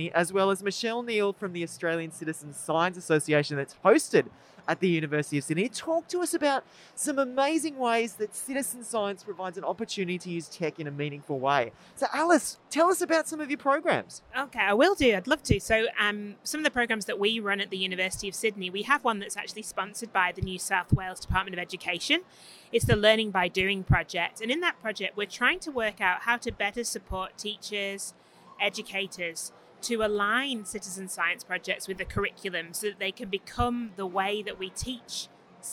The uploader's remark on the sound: on location at EduTECH 2022